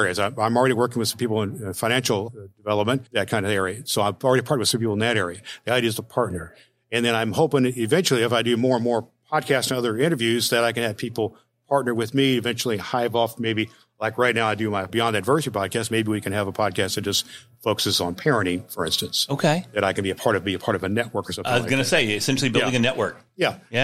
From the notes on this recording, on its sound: at the Spark Media Conference at Gaylord Opryland Resort in Nashville, Tennessee